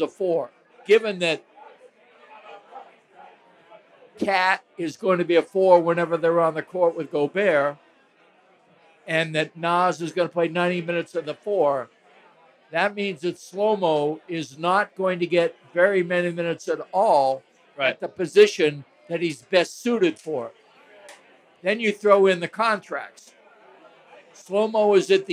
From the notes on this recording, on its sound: WolvesFest 2023. At Falling Knife Brewing Company for a live podcast where they answer in-person listener questions.